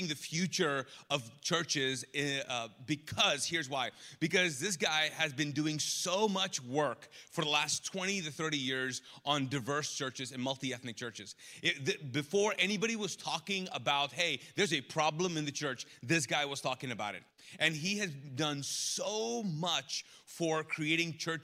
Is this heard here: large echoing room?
yes